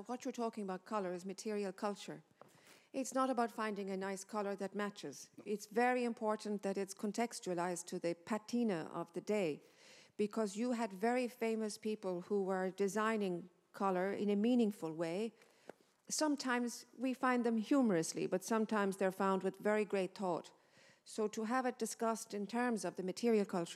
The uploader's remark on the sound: Episode from the Library Speaker Series. Recorded in the RDS Library as part of The Dublin Book Festival 2022.